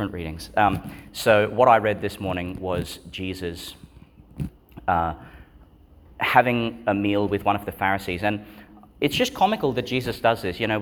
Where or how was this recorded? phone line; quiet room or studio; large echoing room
large echoing room